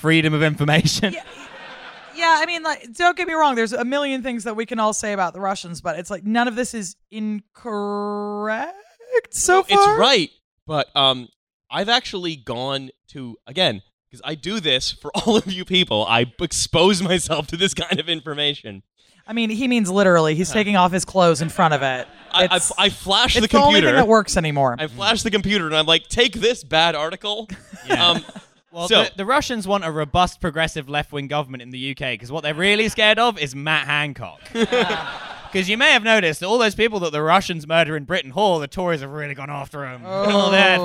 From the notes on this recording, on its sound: Please enjoy this live recording of Trasfuture live in London on December 3, 2019!